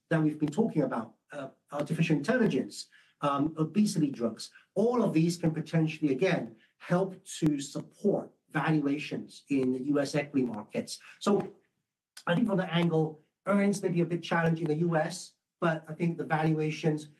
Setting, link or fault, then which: link, video call